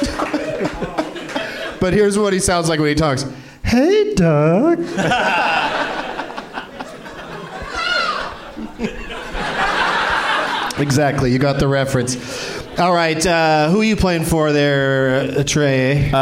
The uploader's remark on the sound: Live from the Helium Comedy Club in Philadelphia